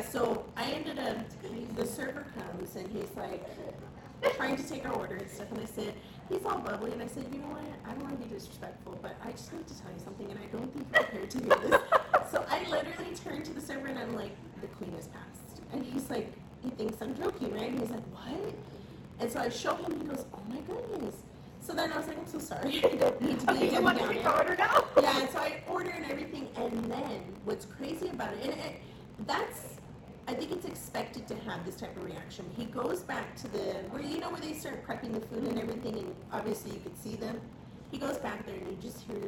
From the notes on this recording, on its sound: Great podcast but the audio got messed up.